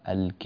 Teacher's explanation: الإمالة هنا كانت زائدة نسبيا، تحتاج إلى أن تقلل فيها